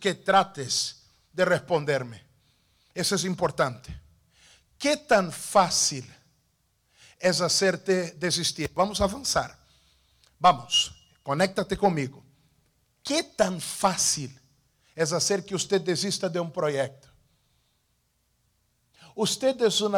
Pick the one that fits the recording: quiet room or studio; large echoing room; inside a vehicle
large echoing room